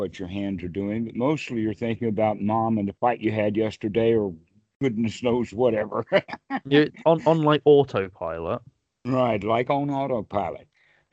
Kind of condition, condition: link, phone line